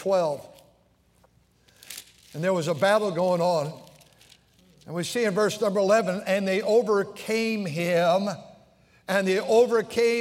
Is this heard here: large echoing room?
yes